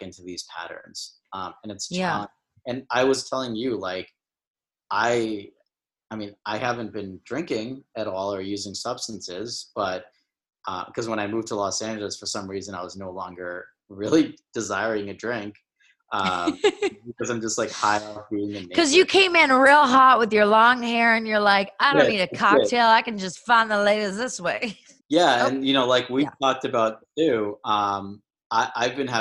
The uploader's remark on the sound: a little zoom chat